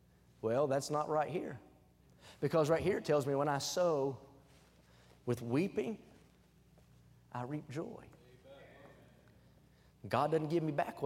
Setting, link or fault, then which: setting, large echoing room